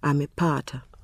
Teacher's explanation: the word amepata has four syllables, a, me, pa, ta, and the stress falls on pa. The penultimate one, amepata. · Term: stressed syllable